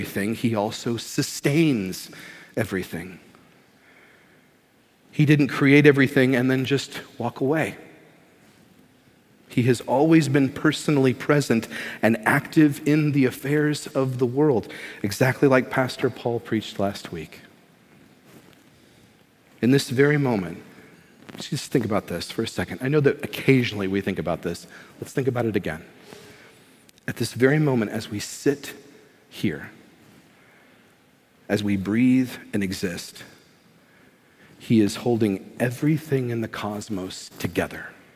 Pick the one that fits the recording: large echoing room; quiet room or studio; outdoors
large echoing room